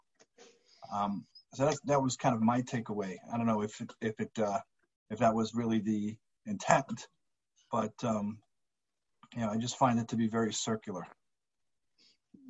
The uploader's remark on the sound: Live On Zoom